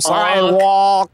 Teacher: singing sidewalk means you have this long W and an L that you're just swallowing. Like, and you sound like it's not like because of you, you're just holding these vowels and then you're forced to go sidewalk.